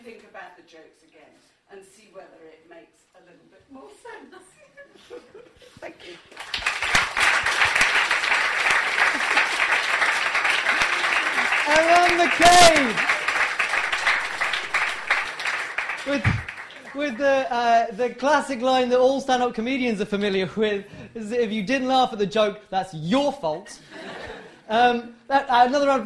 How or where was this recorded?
live audience